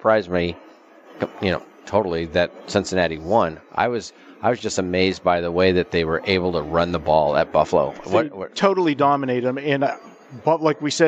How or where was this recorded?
busy venue